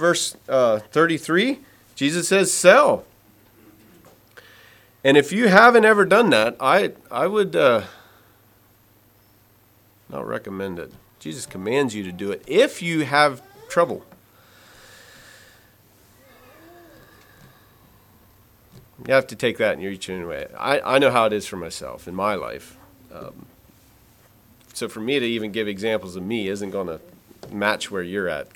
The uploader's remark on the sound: Message preached at Word of Hope on March 12, 2023